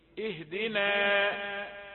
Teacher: نون مرققة وبعدها ألف مد، طبعا حروف المد تتبع ما قبلها، ما دام جاء بعد نون مرققة إذن الألف مرققة، اهدنا